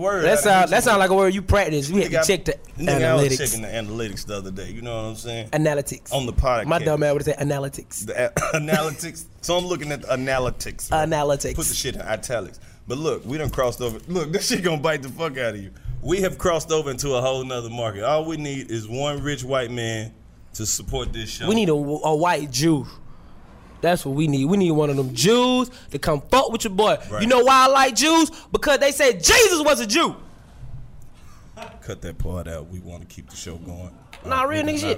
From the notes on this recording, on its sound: out of the studio and live on Edgewood at the God is Dope clothing store